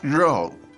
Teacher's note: The word 肉, the fourth tone, tense.